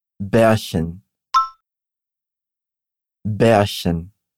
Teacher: É o som do CH fraquinho. É aquele chiadinho, como se fosse do ich.